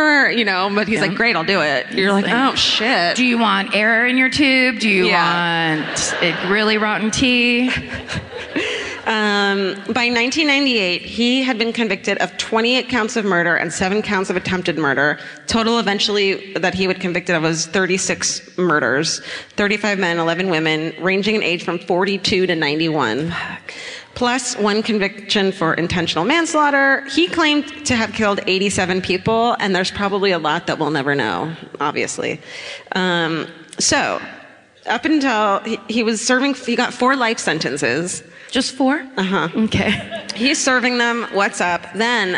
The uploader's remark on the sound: Live at the Palace Theatre in Columbus